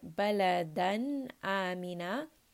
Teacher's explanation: the noon sound is very clear because it is followed by a letter of the throat, which is hamza · Term: idhar